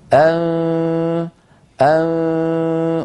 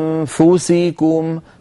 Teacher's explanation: عندك ملاحظات عديدة يعني أستطيع أن أفيدك بأشياء منها، مثلا أنفسكم وإن تبدوا ما في أنفسكم، لما تقول أنفسكم تنتقل من الهمزة إلى مخرج الفاء مباشرة بدون ضغط على مخرج الفاء، هكذا وتأتي بغنة من الأنف، ثم لما تصل إلى الفاء تضغط على مخرج الفاء، هكذا أنفسكم، فالضغط يكون عند وصولنا في النطق إلى حرف الفاء.